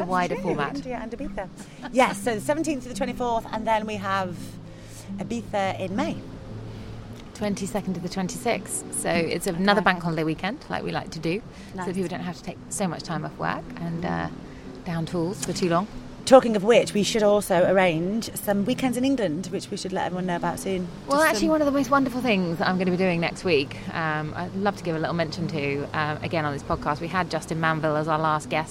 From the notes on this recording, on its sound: Take a trip with us to Sa Trinxa today. On the beach for an end of retreat season special.